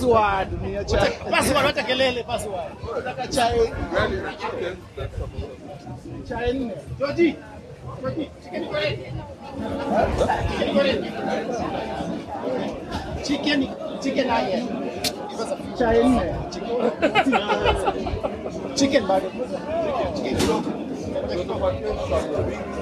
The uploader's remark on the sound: We will also hear conversations and sounds from the stadium